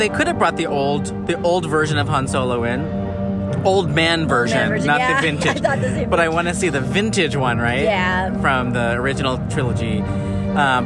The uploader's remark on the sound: WE ARE LIVE FROM AVENGERS CAMPUS!